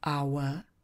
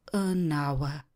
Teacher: H souhlásku v tomhle případě nevyslovujeme. Výslovnost začíná samohláskou.